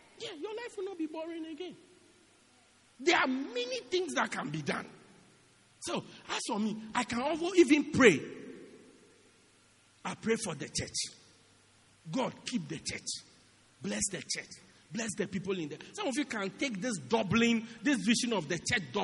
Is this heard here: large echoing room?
yes